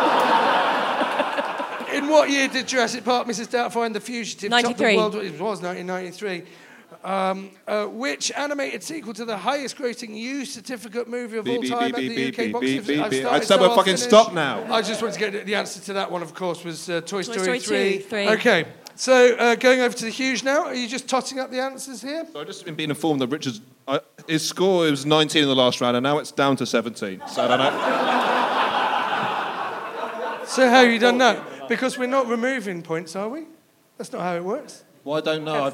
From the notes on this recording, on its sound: Recorded in front of a live audience.